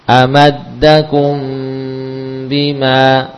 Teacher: Jadi tetap bibir merapat, ya, bibir atas bawah tetap merapat, ya. Dan membedakan antara mim yang seperti ini dengan idhar adalah gunnahnya yang tambah panjang. Ya, jadi sekali lagi ini bukan ikhfa hakiki, tapi hanya sekedar istilah menunjukkan dia mengalami hukum tengah-tengah antara idhar dan idgham. · Term: ikhfa syafawi